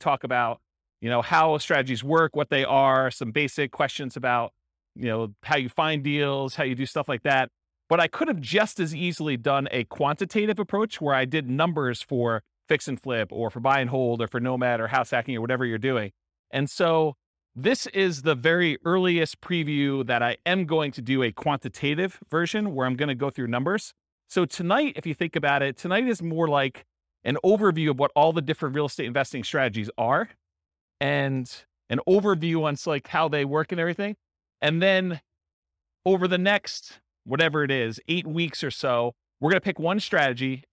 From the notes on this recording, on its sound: Boise, Idaho. This was a live class recorded.